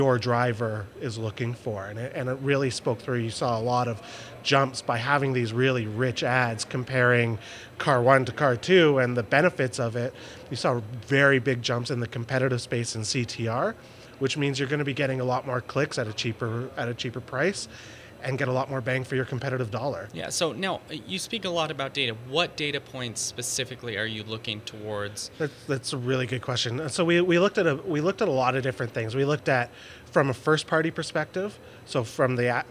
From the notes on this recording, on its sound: In this podcast recorded at Pubcon Las Vegas 2014